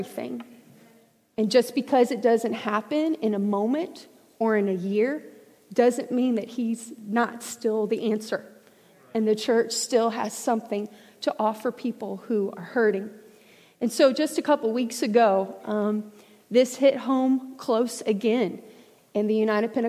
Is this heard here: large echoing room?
yes